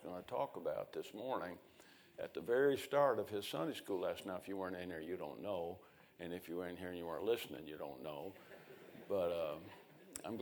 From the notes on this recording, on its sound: A sermon preached Sunday Morning, on May 7, 2023.